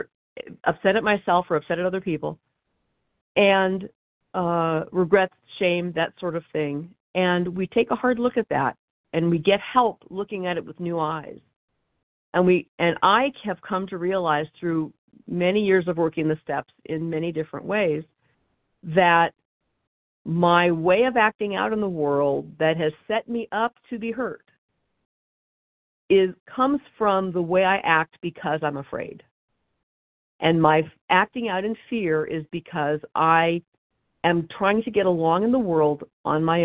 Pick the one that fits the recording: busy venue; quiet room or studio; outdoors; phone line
phone line